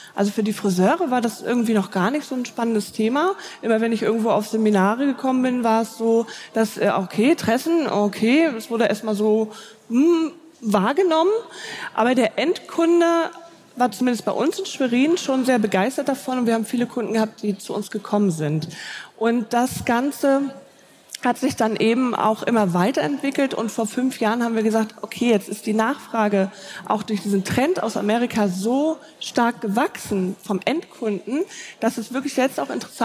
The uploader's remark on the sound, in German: LIVE aus Erfurt von der Styl Com